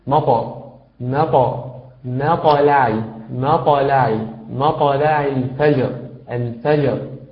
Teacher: وأما الطاء فإنها تحتاج منك إلى تحديد مخرجها، وتحديد مخرج الطاء أنها تأتي من بين ظهر طرف اللسان مع أصول الثنايا العليا، فهي تأتي من بداية ظهر طرف اللسان مع أصول الثنايا العليا، فهذا هو مخرجها الصحيح.